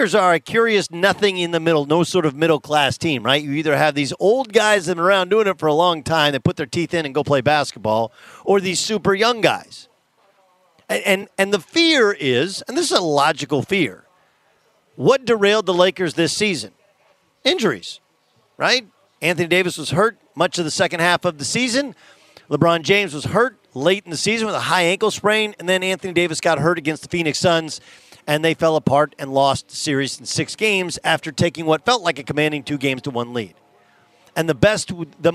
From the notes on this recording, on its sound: live from Rams Training Camp in Irvine, CA!